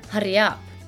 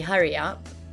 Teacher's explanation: The R's are rolled quite a lot, so they sound stronger and longer than in an English accent. · Shown in: first take